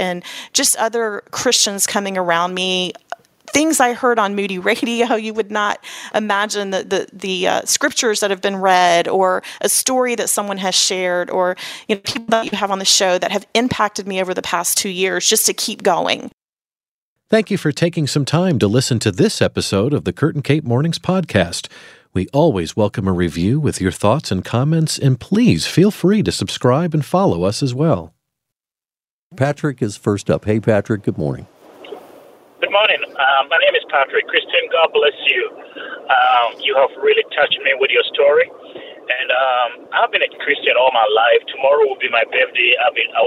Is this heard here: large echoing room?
no